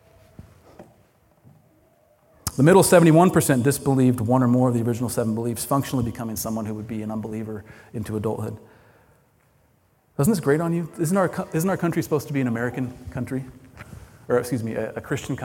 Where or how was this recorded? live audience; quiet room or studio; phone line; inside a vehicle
live audience